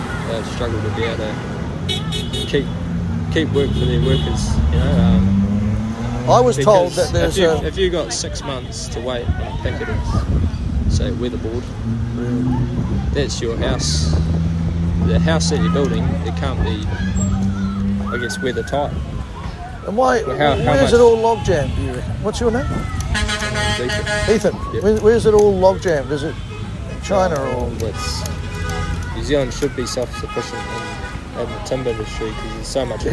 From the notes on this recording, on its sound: on the ground in Woodville, New Zealand today